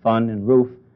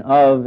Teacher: It always has the F sound, as in fun and roof. But in of, it has the sound of V. It's voiced. · Shown in: second take